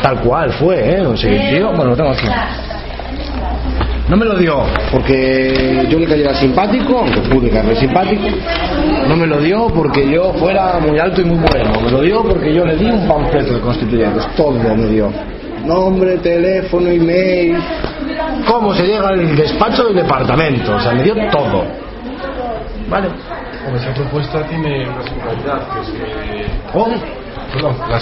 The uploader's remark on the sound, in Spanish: Audio Asamblea Ciudadana Constituyente Coruña 25-05-2012 Plaza Ramón Cabanillas 17-20 horas